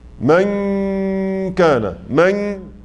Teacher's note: حرف القاف والكاف نجد أن الصوت متجه كله للخيشوم · Term: غنة الإخفاء